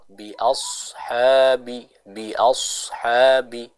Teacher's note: Jadi bukan bi ashabi tapi bi ashabi, ya. Kita membaca dengan menebalkan bacaan dari huruf sod.